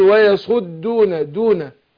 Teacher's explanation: خد بالك من الدال أقول ويصدودو ويصدون عشان ما تروحش على الضاد · Term: مرققة